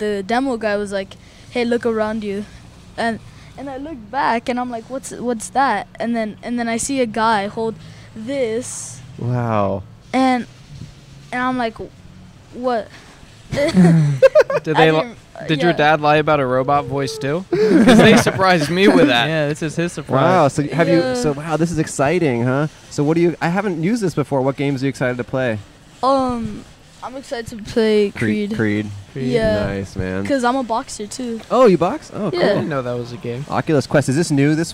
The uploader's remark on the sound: Recorded in front of the Atwater Village Costco in Los Angeles.